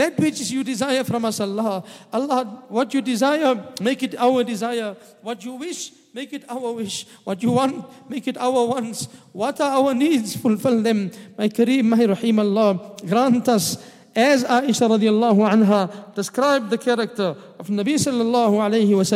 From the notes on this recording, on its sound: at the Houghton Masjid (West Street)